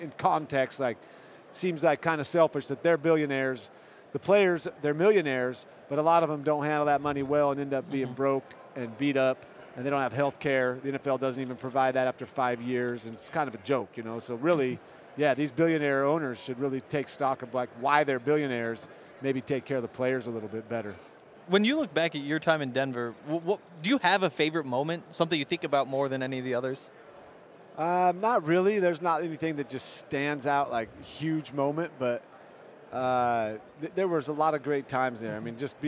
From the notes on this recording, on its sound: Super Bowl LVII Radio Row. Coming to you LIVE from Radio Row at the Super Bowl.